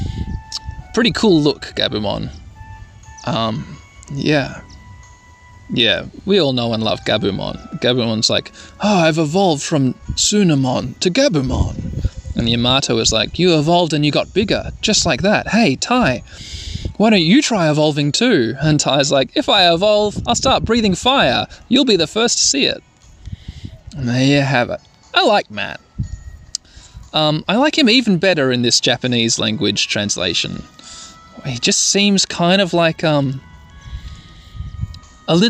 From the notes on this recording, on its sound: Sorry about the wind noises.